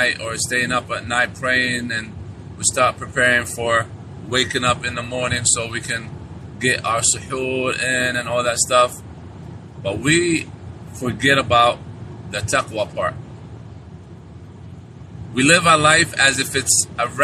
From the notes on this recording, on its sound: This was a live streaming that was made while driving